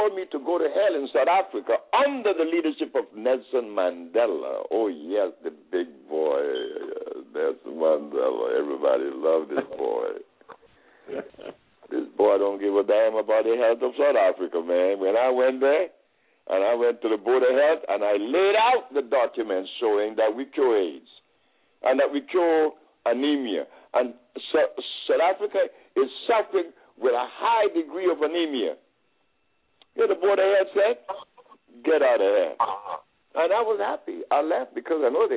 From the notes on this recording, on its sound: open up the lines and let the audience engage in a Q&A